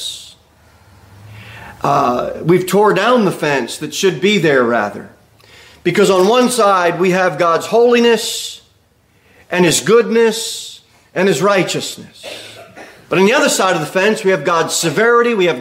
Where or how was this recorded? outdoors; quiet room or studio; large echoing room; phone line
large echoing room